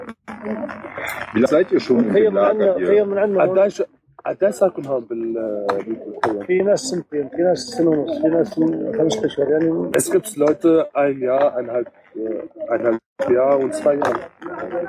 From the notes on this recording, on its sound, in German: In dieser Sendung haben wir live aus einem Flüchtlingslager berichtet.